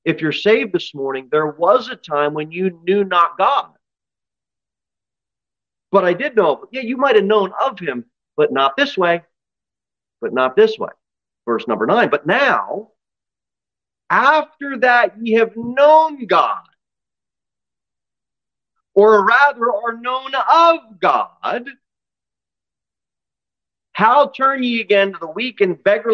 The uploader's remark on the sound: Sermon delivered at Pilgrim Baptist Church on Sunday, July 2, 2023, at 2:15 pm. Jere Whitson Rd.